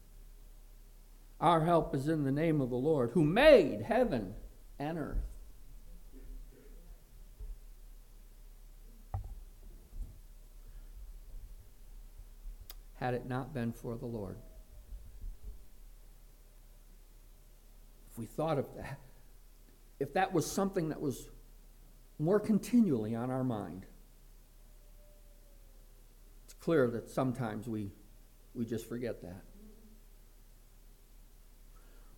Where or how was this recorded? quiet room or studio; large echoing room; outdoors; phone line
large echoing room